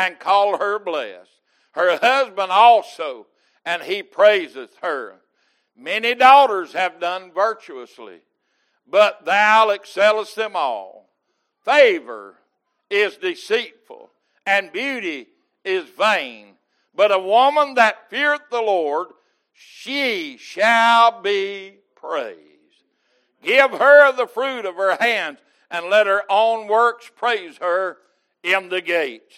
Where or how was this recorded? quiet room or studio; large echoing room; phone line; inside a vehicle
large echoing room